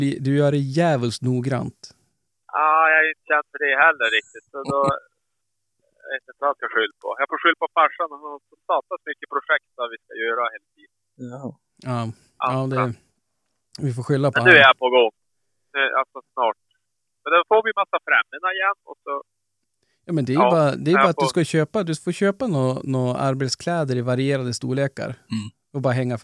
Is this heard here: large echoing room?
no